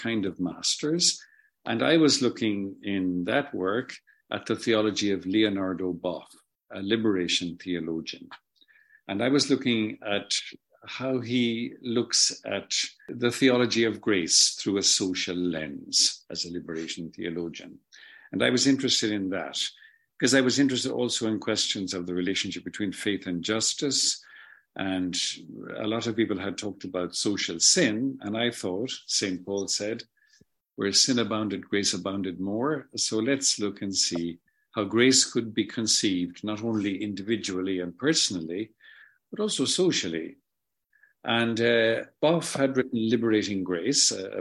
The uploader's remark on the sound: In this zoom interview